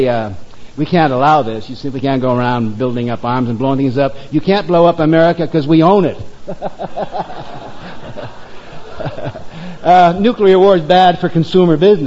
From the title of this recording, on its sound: Live at the Stone - 1987